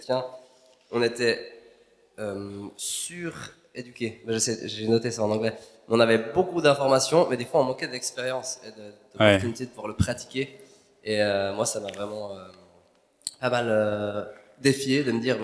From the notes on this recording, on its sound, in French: Enregistré à l'église CVV, le 10/04/2022